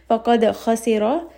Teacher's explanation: dal is going to have qalqala, it's going to have a little bit of that bounce